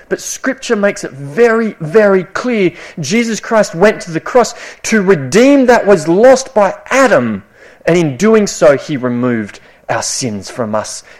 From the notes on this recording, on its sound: This sermon was preached at Esperance Church of Christ (April 2019)